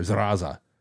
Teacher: there's no Zaralza, but there is Zaraza, like a rolled R